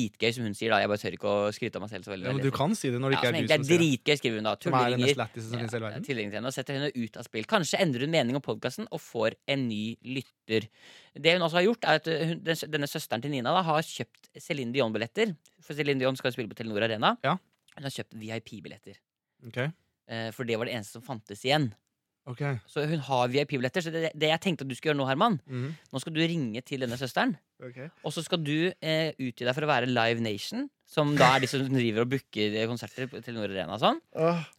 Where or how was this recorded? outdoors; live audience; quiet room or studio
quiet room or studio